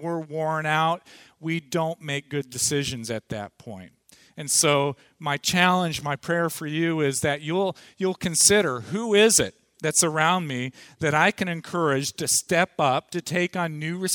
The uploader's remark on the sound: Audio from the morning session of the 2014 Lead Well conference held at Parkview Community Church